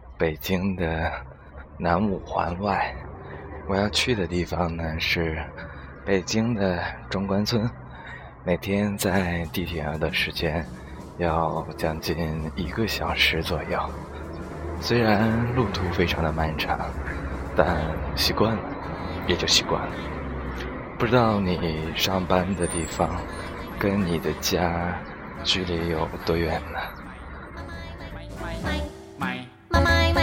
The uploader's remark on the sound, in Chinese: 边走边录